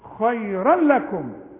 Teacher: التنوين اللي بعده برضه لام ما غنش